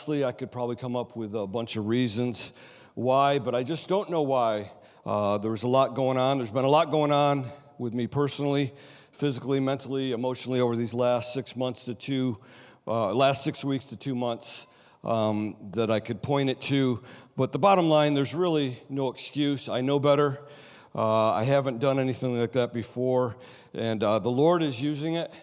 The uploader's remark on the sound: Sunday Service Recording.